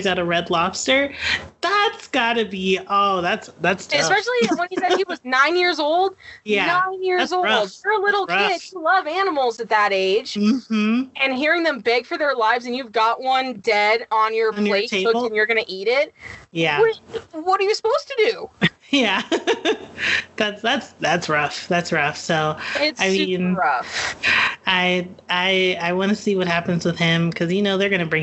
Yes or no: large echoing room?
no